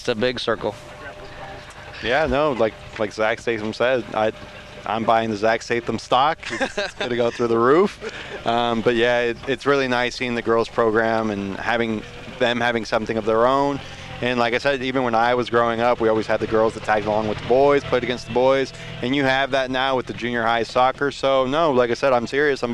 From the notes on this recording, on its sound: The Monmouth-Roseville Titans host the Bloomington Central Catholic Saints in a Class 1A Regional Championship match at Pattee Fields in Monmouth.